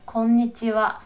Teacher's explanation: 日文是一个数拍子的语言，也就是说，譬如说， konnichiwa 是五个拍子嘛，因为那个 n 也算在里面